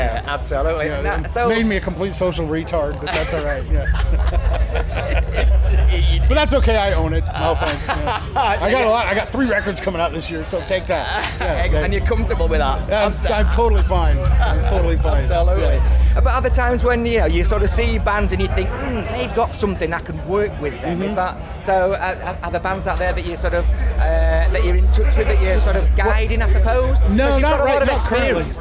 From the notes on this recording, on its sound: at Bloodstock Festival 2019